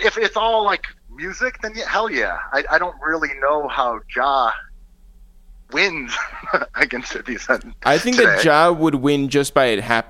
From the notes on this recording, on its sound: We make calls from our Upper West Side apartment to Los Angeles. Then we phone down to Houston.